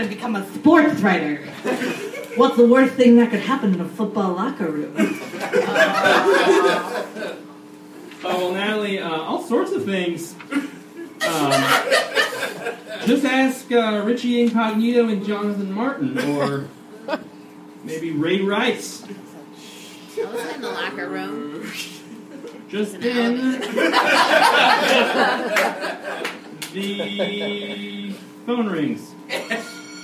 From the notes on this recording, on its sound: Sound effects, transition music and other comedic/editorial sound choices are developed and triggered during the performance. We perform the whole thing (comedians, actors, improvisers and me) for a live audience.